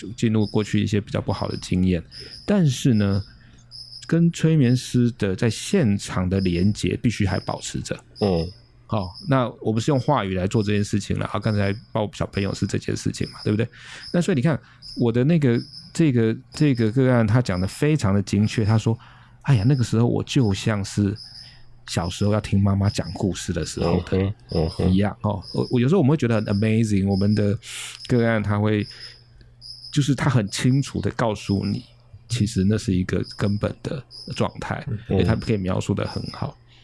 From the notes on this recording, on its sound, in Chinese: 是由3位父親在父親節當天錄製的。當天的錄音很熱鬧，除了不時插嘴的蟋蟀，還有小孩隱約可聞的嬉鬧聲。